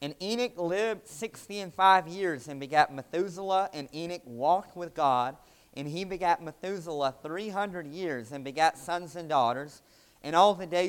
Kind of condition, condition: setting, large echoing room